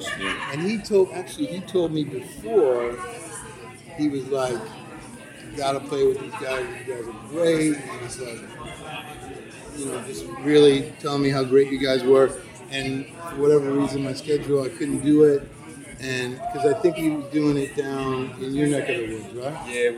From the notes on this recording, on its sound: backstage at Firefly Music Festival